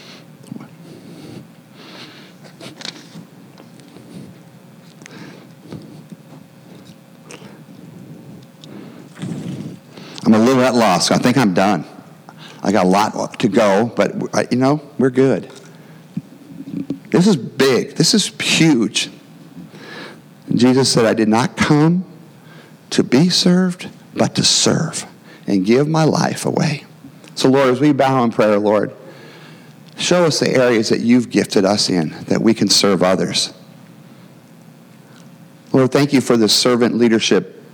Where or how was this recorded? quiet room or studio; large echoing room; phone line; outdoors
large echoing room